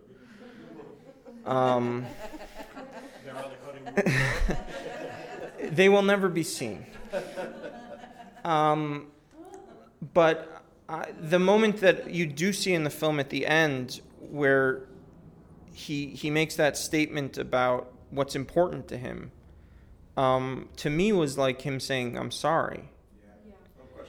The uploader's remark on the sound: This is a recording of the Introduction and Q&A from the Las Vegas stop of the Cut Tour 2011.